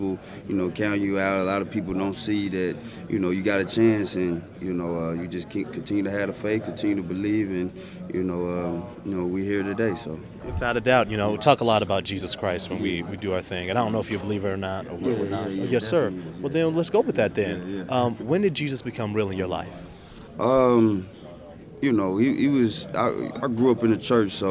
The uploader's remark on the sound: Live from Super Bowl LII in Minneapolis.